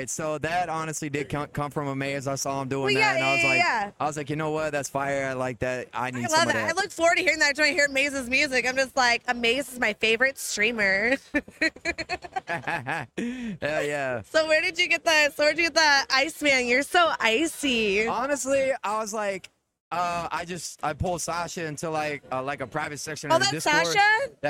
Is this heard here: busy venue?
yes